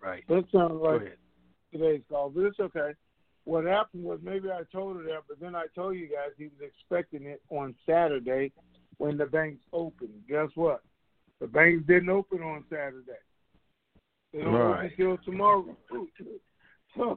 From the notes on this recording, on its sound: TNTSuperfantastic Conference Call.